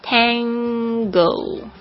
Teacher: 这个 tang 这个 n 的这个 ng 的这个声音是一个后鼻音